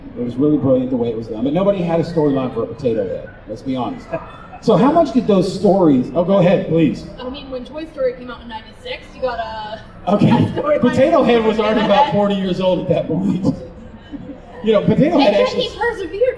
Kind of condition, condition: setting, live audience